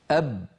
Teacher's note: وكما أن الصوت انحصر كذلك النفس انحصر، فالباء شديدة يعني لا يجري الصوت معها